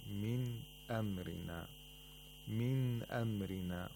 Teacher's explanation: The nun is pronounced from its own place of articulation because there is a letter of the throat after the nun sakina. · Term: ilhar of nun sakina